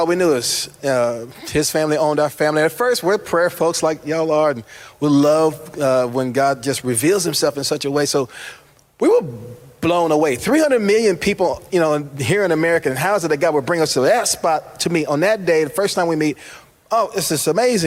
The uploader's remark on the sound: This week’s podcast was an event I heard live